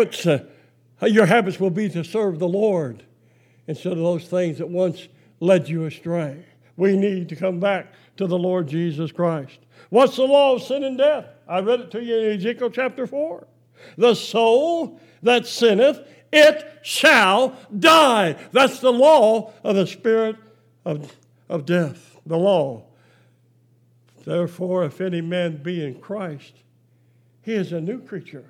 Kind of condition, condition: setting, large echoing room